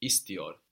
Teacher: The E sound, the I, of iyor is also harmonizing with the previous vowel. So we have iyor and not uyor, for example, because of the I in ist.